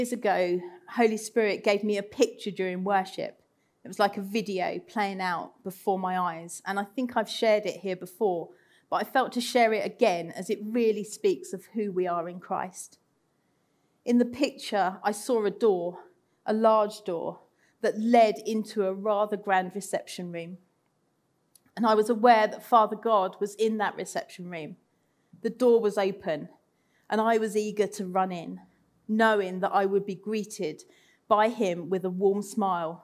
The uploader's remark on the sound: Recorded Live at Central Vineyard, Sheep Street on 31st October 2021